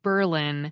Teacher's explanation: the pronunciation of the town's name to have an emphasis on the first syllable